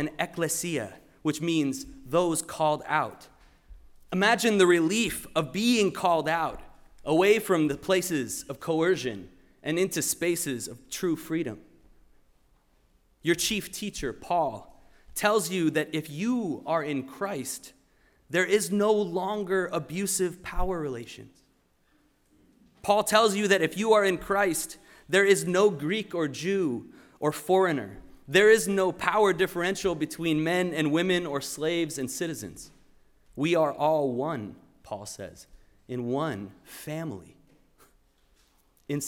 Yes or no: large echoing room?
yes